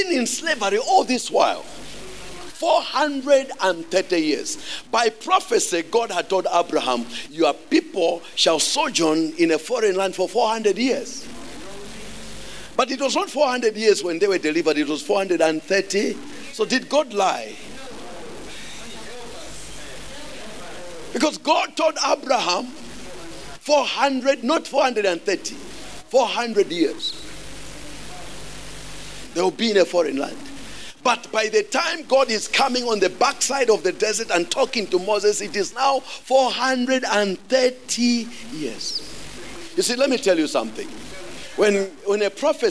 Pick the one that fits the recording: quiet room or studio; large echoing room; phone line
large echoing room